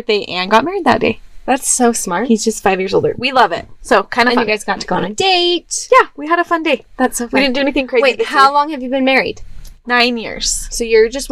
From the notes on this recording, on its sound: Yep, we really record in our van!